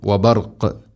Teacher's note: വഖഫ് ചെയ്യുമ്പോൾ ഖാഫിനെ ശരിക്കും കേൾക്കണം, ഖൽഖല ചെയ്യണം